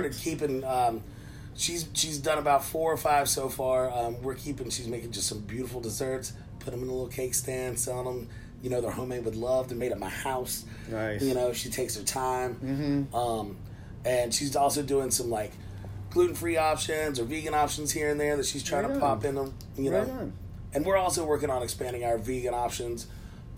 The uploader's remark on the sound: For the first time ever, I went into the field to record the podcast on site. At The Odditorium.